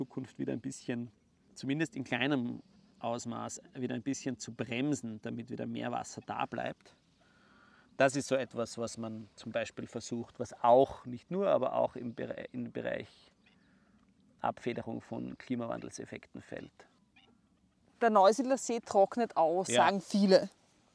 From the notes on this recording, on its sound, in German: Ich habe diese Folge schon im Frühling aufgenommen und du wirst daher hören, dass die Tonspur gespickt ist von einer Klangkulisse an Vogelstimmen, Vogelgesängen und Vogelrufen.